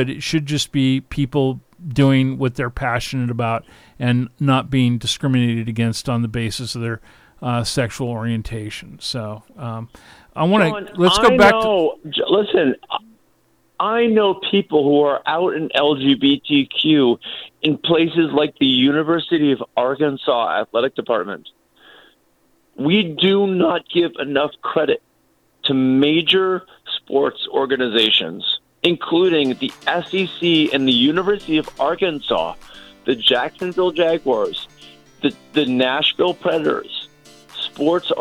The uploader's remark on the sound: America's only live global LGBTQ+ call-in show